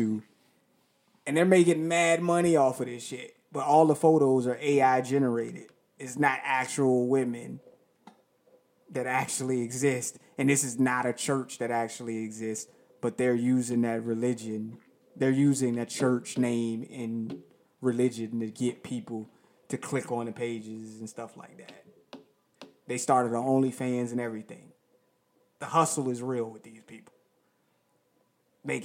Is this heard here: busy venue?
no